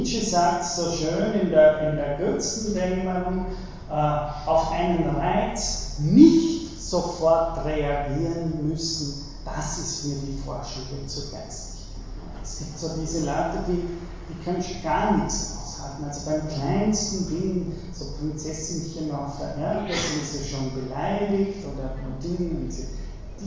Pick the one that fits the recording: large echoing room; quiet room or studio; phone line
large echoing room